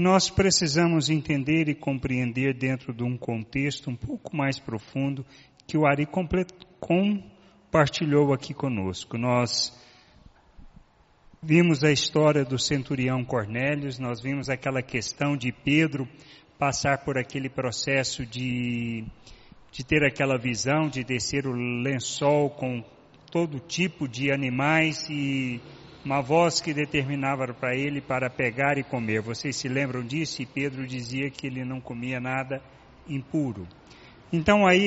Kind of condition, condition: setting, large echoing room